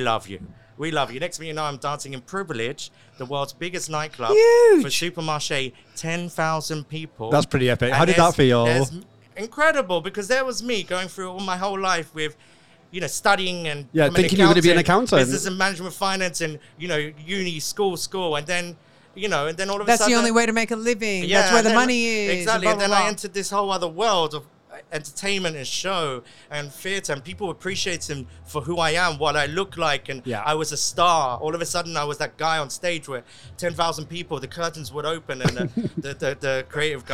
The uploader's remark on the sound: These episodes were recorded at the hugely successful Middle East Event Show.